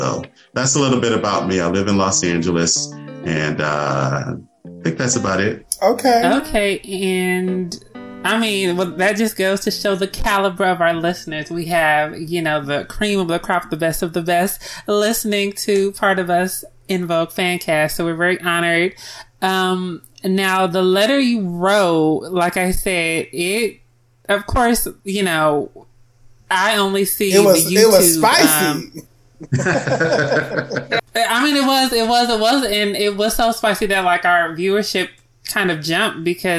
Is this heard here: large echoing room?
no